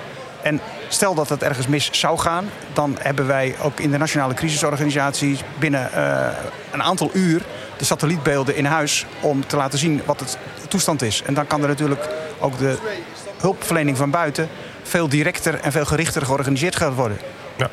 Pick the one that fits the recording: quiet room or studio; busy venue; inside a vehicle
busy venue